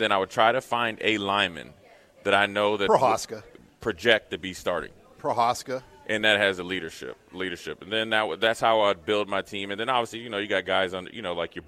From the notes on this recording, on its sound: Live from Tanner's